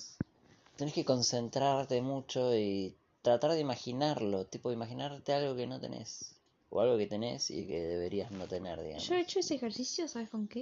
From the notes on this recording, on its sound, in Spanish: Disculpas por el sonido del principio, el celular estaba apoyado en mi piel y es el movimiento de mi respiración.